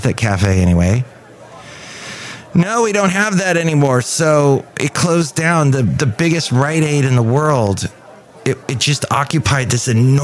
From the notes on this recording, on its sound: podcasts live from Café Anyway